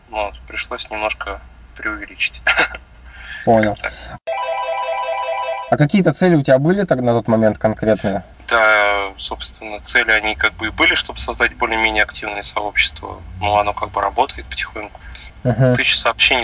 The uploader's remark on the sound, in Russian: Извиняюсь за качество записи